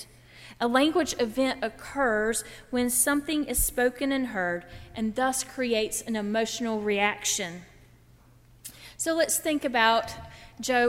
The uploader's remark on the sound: During the Heritage service (11:00 am) on Sunday June 5, 2016, at First Presbyterian Church of Arlington Heights, Illinois. Part of Baccalaureate Sunday.